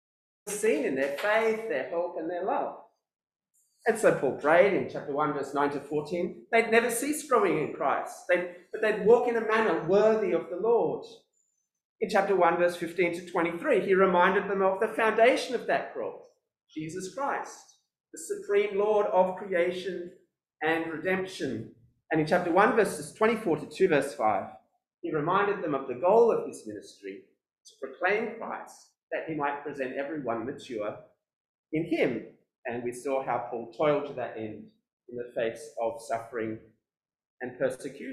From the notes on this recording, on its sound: This sermon was preached at New Covenant City Church on 27th February 2022.